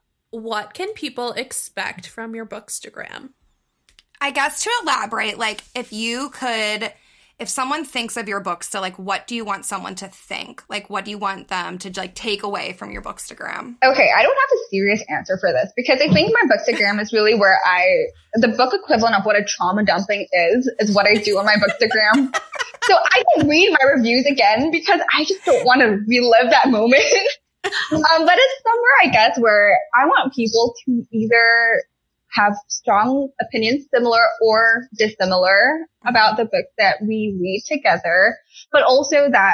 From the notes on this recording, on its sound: Apologies for the audio quality on this one!